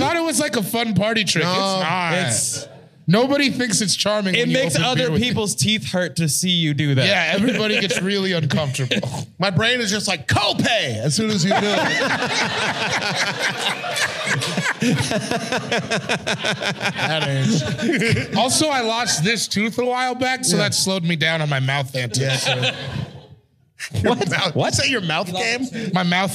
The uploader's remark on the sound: This was recorded live in Los Angeles at Mid City Arts Center.